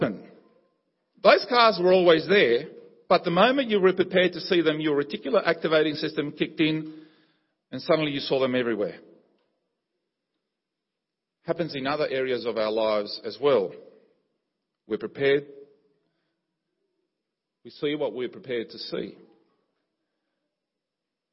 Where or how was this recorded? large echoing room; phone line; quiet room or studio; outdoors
large echoing room